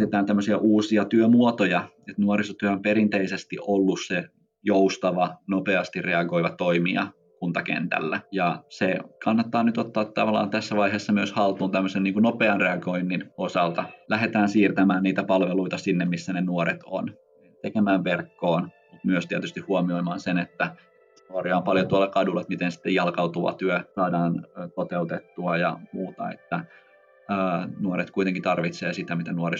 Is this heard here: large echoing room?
no